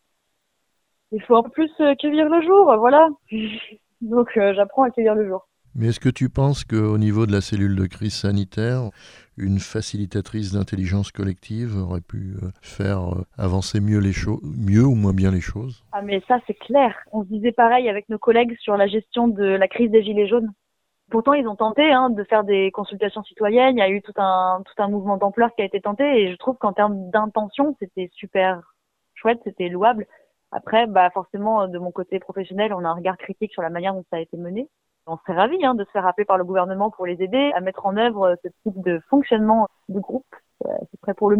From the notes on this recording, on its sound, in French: Nous avons joint par téléphone. Cet article provient de Radio AlterNantes FM.